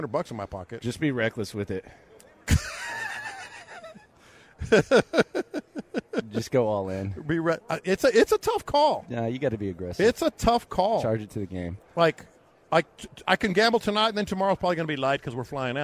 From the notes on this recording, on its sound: Live from Radio Row.